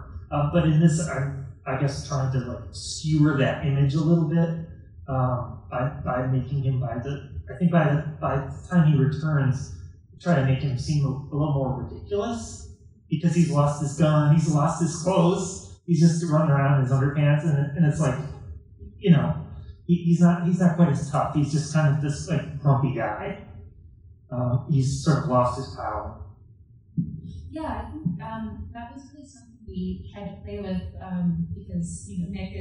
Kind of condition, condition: fault, poor sound quality